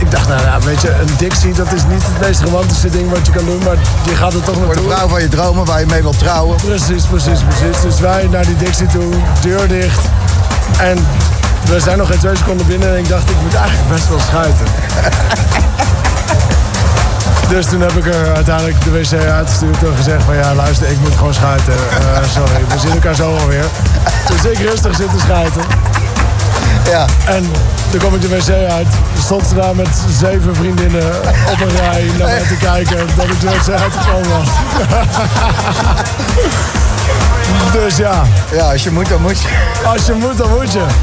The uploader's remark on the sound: Live from Thuishaven.